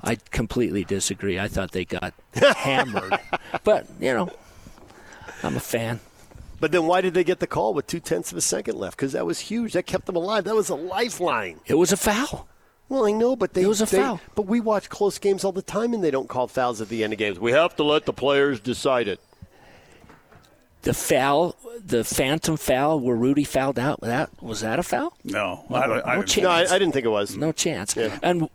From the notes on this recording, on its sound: LIVE at The Warehouse